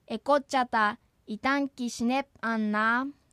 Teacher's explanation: シネプをシネップのように母音をつけて発音しないように注意してください